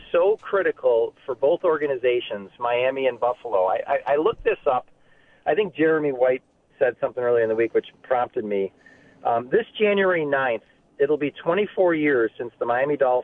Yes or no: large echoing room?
no